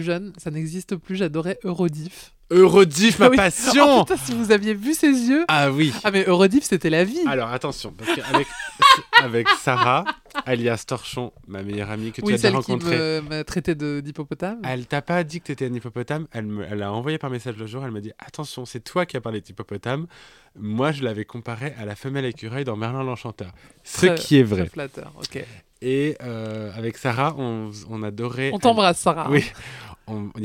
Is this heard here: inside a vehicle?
no